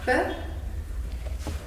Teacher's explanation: ezt a p hangot lehet anélkül kimondani, hogy a hangszálaimat megmozdítanám is egy kicsit is · Term: zöngétlen